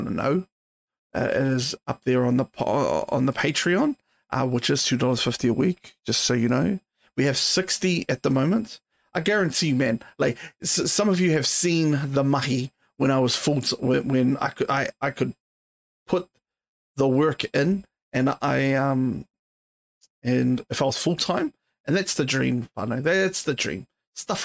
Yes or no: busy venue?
no